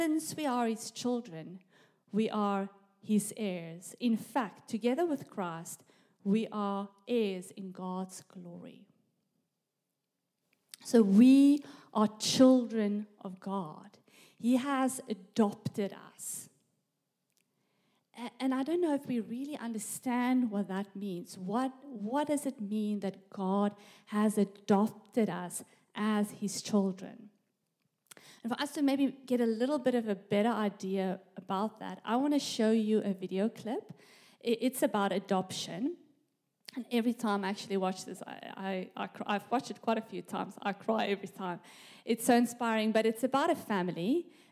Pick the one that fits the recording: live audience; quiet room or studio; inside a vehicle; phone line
live audience